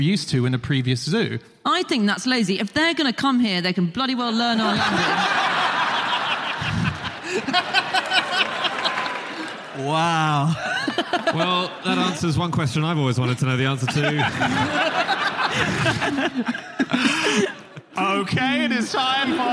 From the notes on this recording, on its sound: Live from the Union Chapel in London